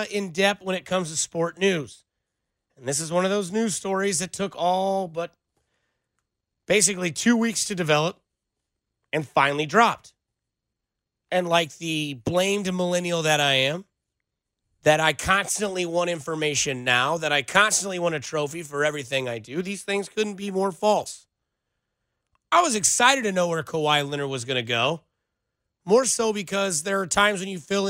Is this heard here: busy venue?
no